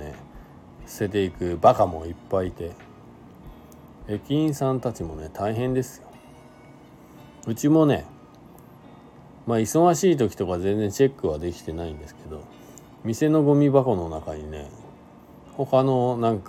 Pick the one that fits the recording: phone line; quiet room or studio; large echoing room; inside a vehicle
inside a vehicle